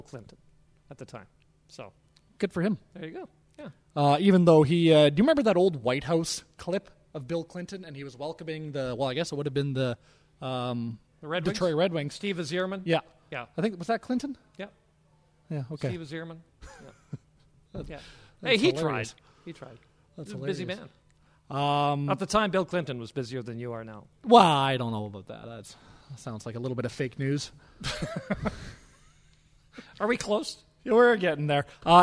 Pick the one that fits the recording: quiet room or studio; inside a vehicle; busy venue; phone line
busy venue